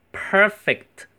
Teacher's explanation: per 是重卷舌音，那个舌头要往肚子里面吞